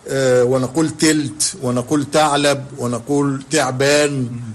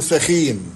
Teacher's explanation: إن صوت الثاء تحول في العامية المصرية إلى تاء · Shown in: first take